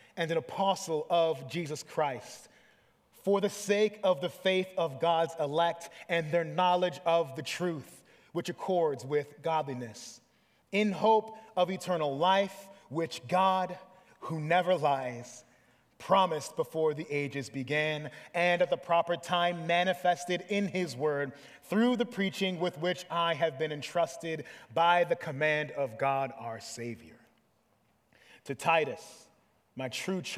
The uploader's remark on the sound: preached this sermon at Covenant Fellowship Church on June 18, 2023